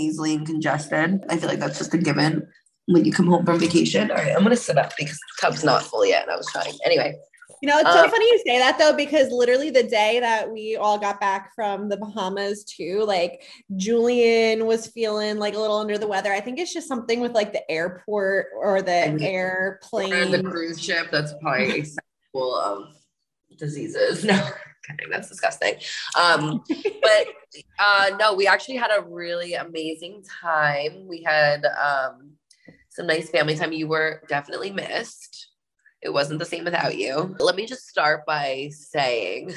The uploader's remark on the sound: The One Where We Podcast From a (kinda Bubble) Bath. The sisters are switching things up as they record from zoom and a bubble bath!!